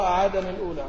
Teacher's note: بنقل حركة الهمزة إلى اللام قبلها وإدغام التنوين في اللام، وهذا حكم الوصل.